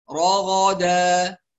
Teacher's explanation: نخلي بالنا الراء والغين مفخمتين والدال مرققة